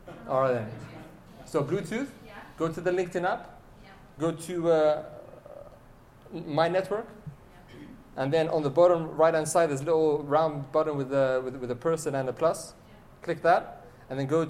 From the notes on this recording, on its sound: This keynote was delivered on the 27th February 2020 in Helsinki, Finland, as part of the International Trade and Forfeiting Association Fintech Discovery Day Conference.